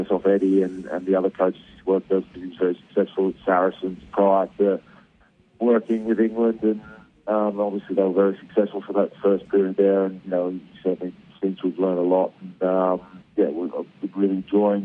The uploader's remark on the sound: phones